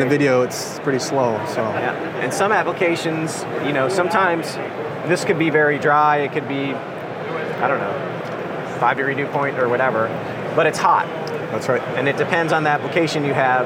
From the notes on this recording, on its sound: live AHR Expo interview